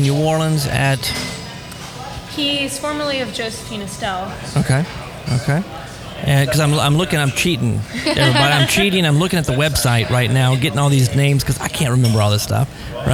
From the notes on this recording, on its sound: Exciting show today on location at Cavan restaurant on Magazine Street in New Orleans.